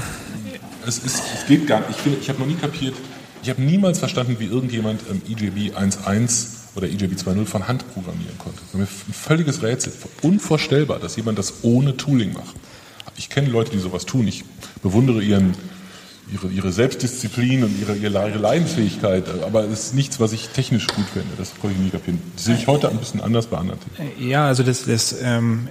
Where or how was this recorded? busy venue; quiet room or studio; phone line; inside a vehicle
busy venue